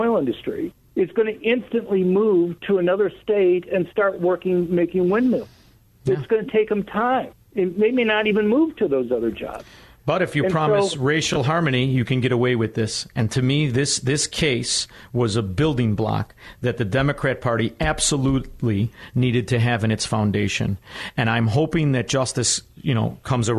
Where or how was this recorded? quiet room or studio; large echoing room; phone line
phone line